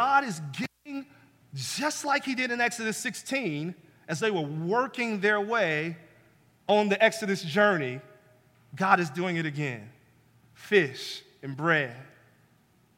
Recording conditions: large echoing room